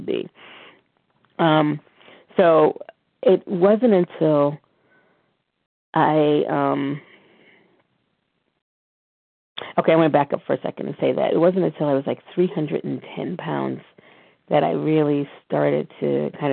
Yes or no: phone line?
yes